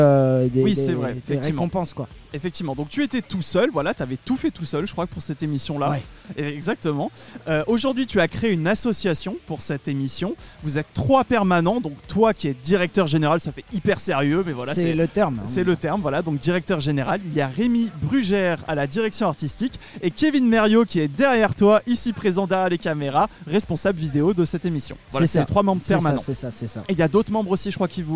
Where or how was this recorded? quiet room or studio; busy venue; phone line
busy venue